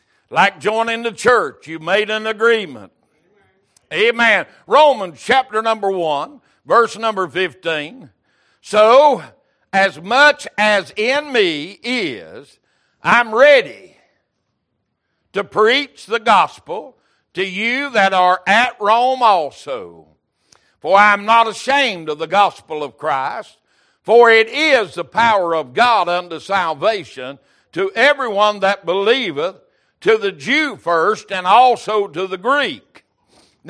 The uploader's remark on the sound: Recorded December 18, 2022 - Sunday Evening Service